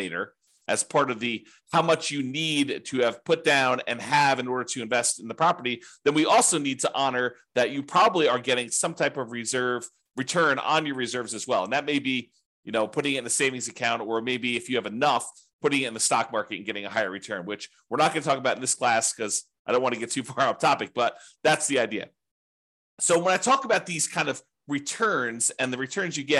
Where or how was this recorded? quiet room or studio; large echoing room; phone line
quiet room or studio